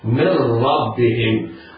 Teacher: انطق ميم بعدها راء مشددة بالفتح · Term: إضغام بغيرهن